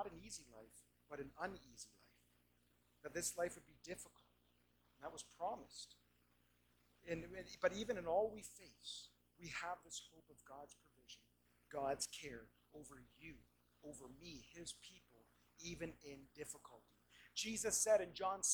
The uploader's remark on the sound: We do apologize for this week's audio quality!